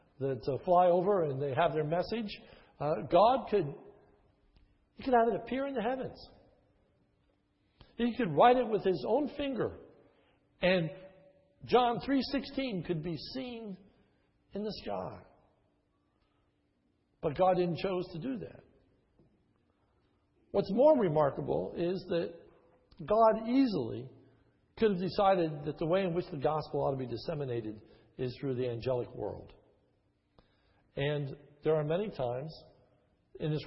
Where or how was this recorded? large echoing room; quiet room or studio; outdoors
large echoing room